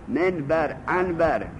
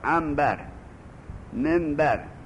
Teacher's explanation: و مع المیم و النون لابد من الغنه، با میم و نون اگر جمع شد غنهشو بگذار. و تقلب النون الساکنه میمن